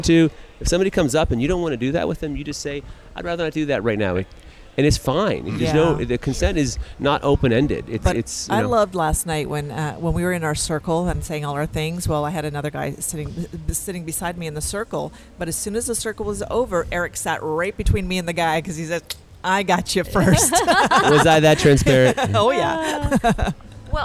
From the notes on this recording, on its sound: Join us on location at Hedonism II Resort in Jamaica with Topless Travel.